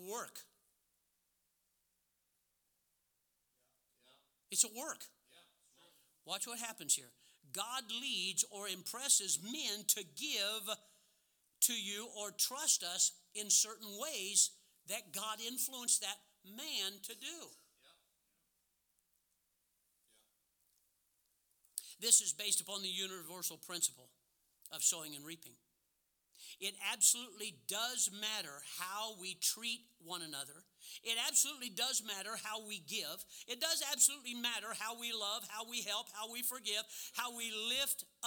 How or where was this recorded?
large echoing room